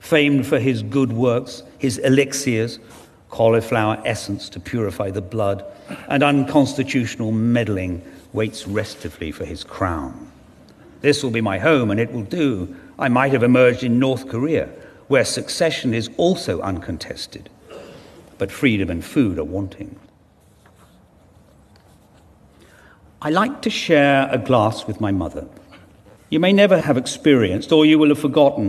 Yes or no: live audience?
yes